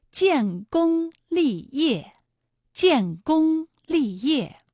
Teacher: 建功立业的建功二字呢，一个是有前鼻韵母烟，一个是有后鼻韵母翁